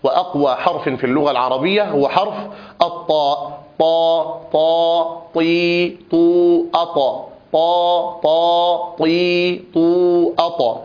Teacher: أما صفاتها فهي مجهورة، شديدة، مستعلية، مطبقة، مقلقلة في حال سكونها. فكل صفات حرف الطاء صفات قوة، وأقوى حرف في اللغة العربية هو حرف الطاء، طا طا طي طو أط، طا طا طي طو أط، هكذا.